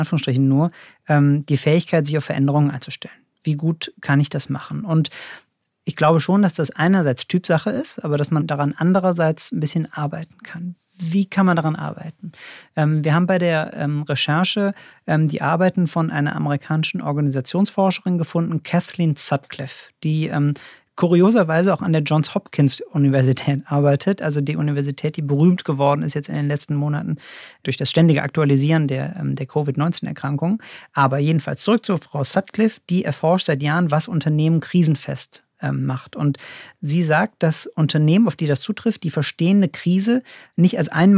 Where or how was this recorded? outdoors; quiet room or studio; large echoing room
quiet room or studio